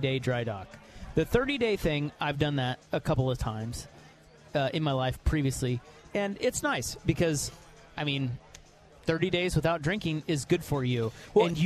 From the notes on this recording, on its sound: live from The Oregon International Auto Show!